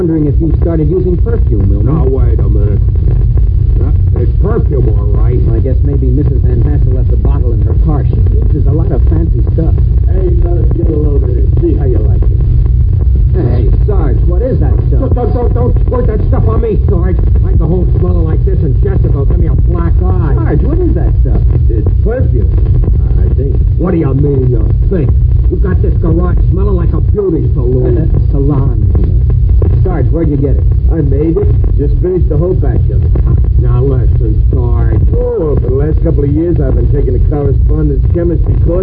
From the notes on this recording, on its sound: Audio is mushy and weak, hold off until you can listen in a quiet place with headphones.